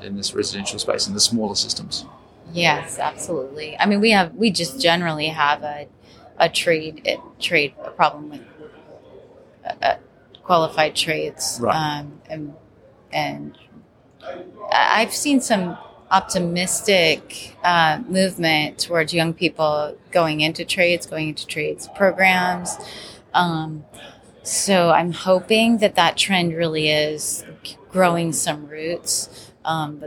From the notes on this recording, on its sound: In this special bonus episode recorded at the PhiusCon 2023. The Passive House Podcast at the Passive House Network Conference.